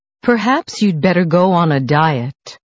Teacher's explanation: Suggestions usually have a falling intonation.